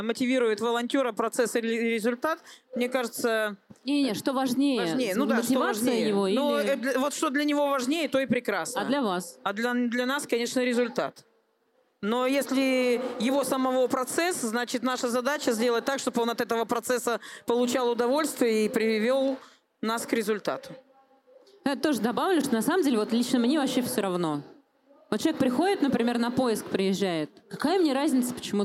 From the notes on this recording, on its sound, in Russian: На открытой записи подкаста «Дурацкие вопросы о благотворительности» пришли к выводу, что дурацких вопросов не бывает.